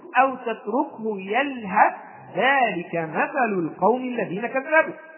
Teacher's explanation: طيب هذا بالنسبة للإظهار، أما بالنسبة للإظهار فسوف تقول أو تتركه يلهث ذلك مثل القوم، سوف تنطق بالتاء وحدها وتنطق بالذال وحدها، فتقول أو تتركه يلهث ذلك مثل القوم الذين كذبوا. · Term: الإظهار